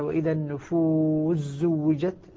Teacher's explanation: السين تدغم في حرفين، تدغم السين أيضا في حرفين، تدغم في الزاي وتدغم في الشين، وذلك في مثل قوله تبارك وتعالى: وإذا النفوس زوجت، أدغمنا السين في الزاي